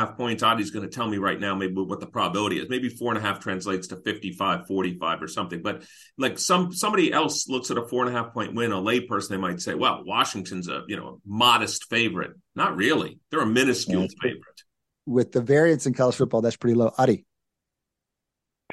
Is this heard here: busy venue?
no